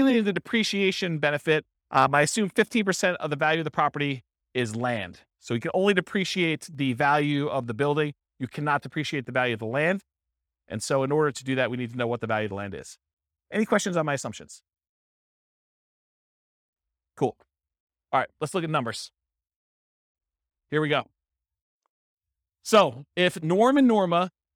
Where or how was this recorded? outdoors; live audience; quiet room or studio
live audience